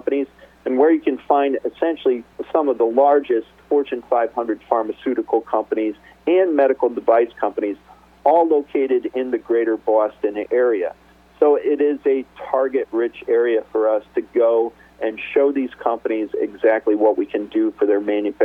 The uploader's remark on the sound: called in to SmallCapVoice.